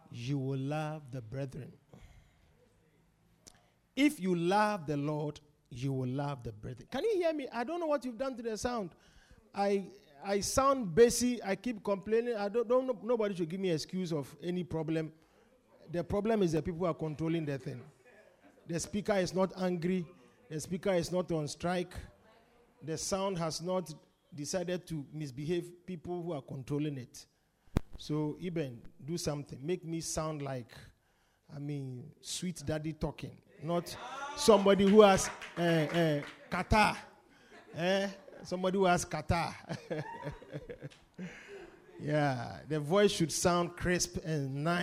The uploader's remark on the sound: Preached at The Supernatural Encounter Service.